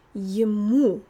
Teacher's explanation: Your lips really have to shift there so that you're getting a real Russian U.